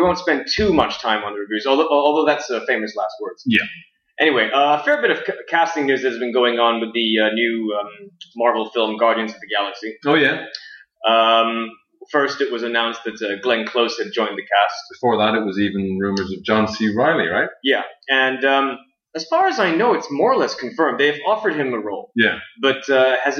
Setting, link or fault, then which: fault, poor sound quality